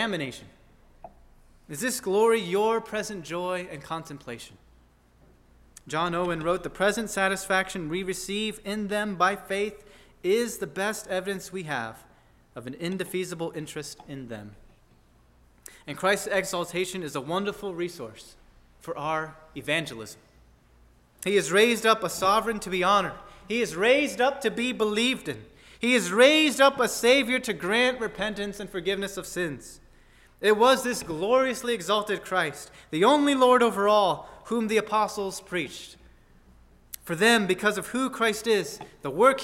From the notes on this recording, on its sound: at First Baptist Church in Delphi, Indiana